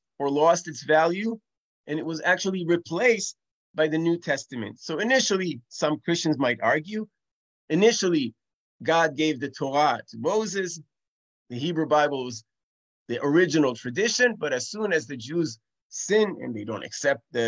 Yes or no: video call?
yes